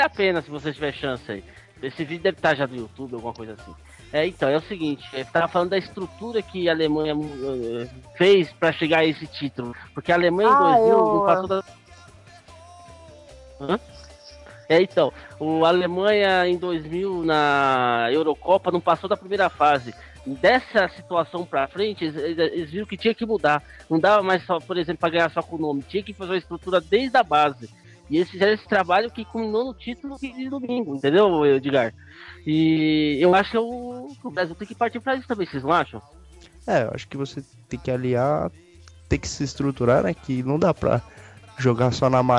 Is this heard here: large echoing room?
no